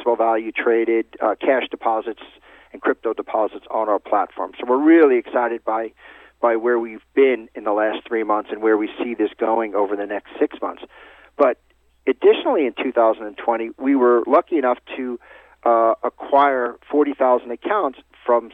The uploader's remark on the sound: called in to SmallCapVoice.